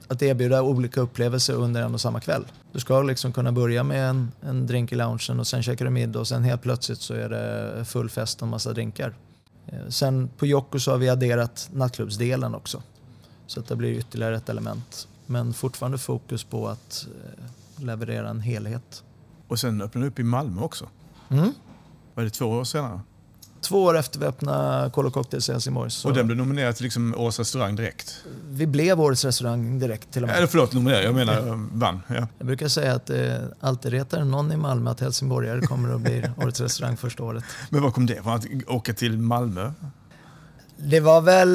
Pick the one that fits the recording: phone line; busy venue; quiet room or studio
busy venue